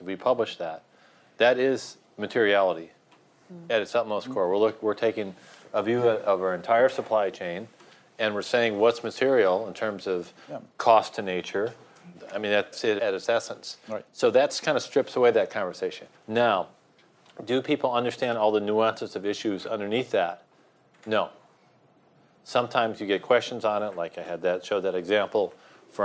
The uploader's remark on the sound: Event audio